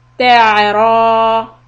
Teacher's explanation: If I say ta'a, then I'm putting a qalqala on the ayn. So we have to make it smooth so there's no bouncing.